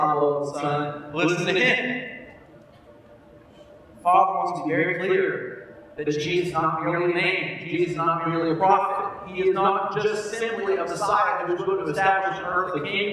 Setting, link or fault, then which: fault, poor sound quality